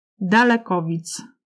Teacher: W wyrazach złożonych, gdzie drugi człon jest jednosylabowy, a akcent poboczny wraca na pierwszą sylabę, czyli mamy dalekowic, czyli to da jest akcentem inicjalnym, a ko jest tym głównym